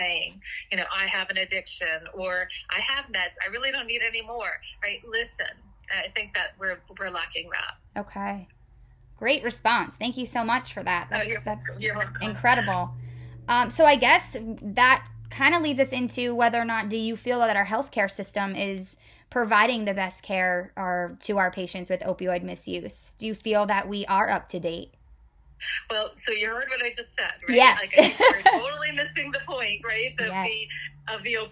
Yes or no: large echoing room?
no